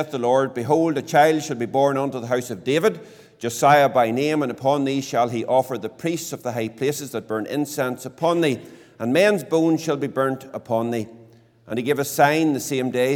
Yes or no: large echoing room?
yes